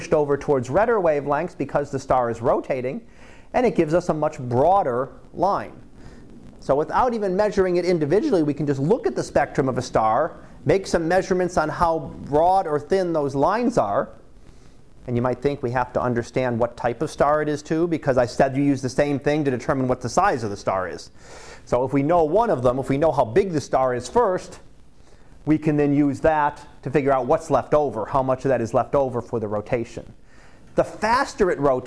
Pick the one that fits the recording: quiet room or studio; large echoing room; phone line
large echoing room